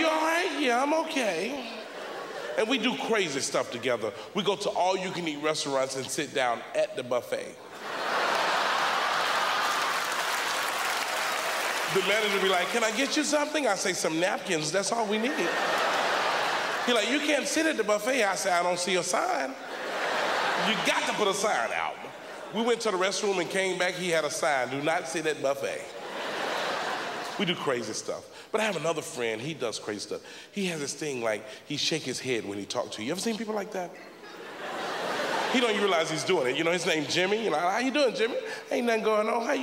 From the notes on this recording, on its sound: the 2003 Just for Laughs Festival in Montreal